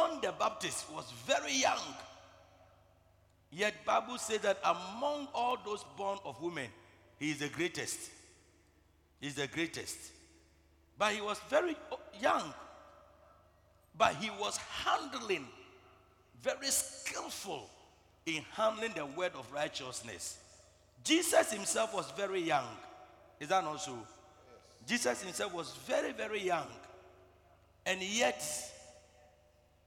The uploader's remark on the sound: Preached at the Truth Cathedral, Loyalty House International, Abbey-Dawenya